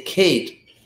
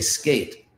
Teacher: in the word Kate, it's an aspirated K, and in the word skate, it's an unaspirated K